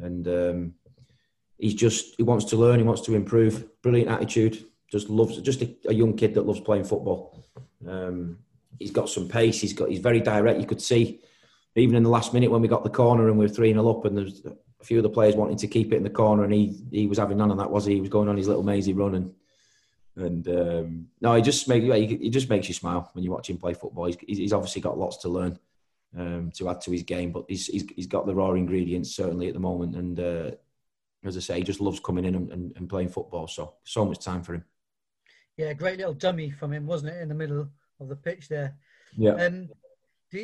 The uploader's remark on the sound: Virtually faces the media as City prepare to face Huddersfield Town at Ashton Gate.